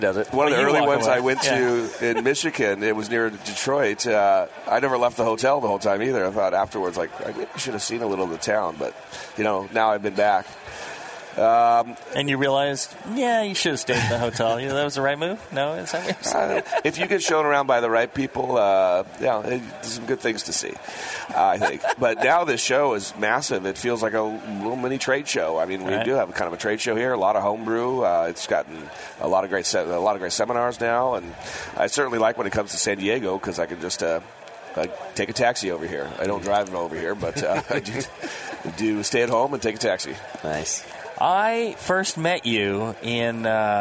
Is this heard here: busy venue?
yes